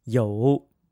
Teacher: IOU is written as YOU, and with a third tone, the sound is yo